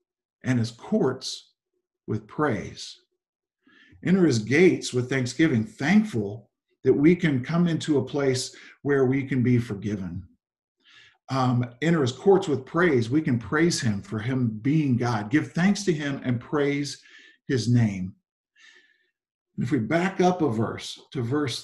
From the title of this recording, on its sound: Zoom Sunday 11/22/20 (Audio)